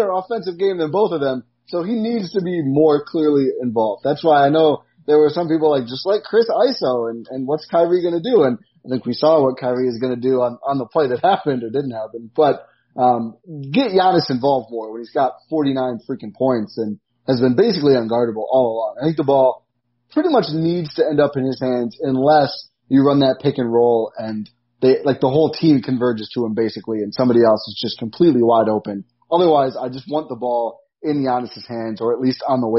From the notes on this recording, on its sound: With some technical issues -- sorry about the audio sounding flatter than usual.